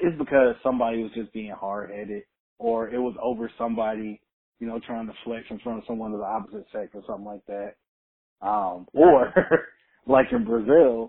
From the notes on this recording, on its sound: An extremely important phone call